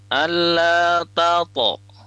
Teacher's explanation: to sukun itu pada saat dia sukun dipantulkan dan pantulannya itu tebal ya